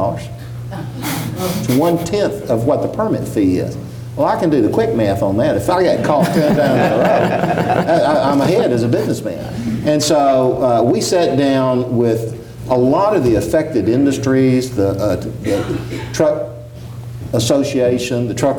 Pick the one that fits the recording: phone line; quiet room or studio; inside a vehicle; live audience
live audience